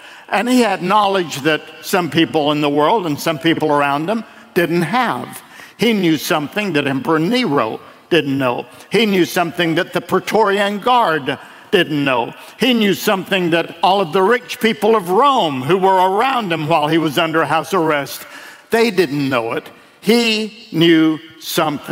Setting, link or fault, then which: setting, large echoing room